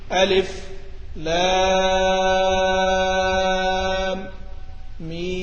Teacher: انفرد عن القراء العشرة بالسكت على حروف التهجي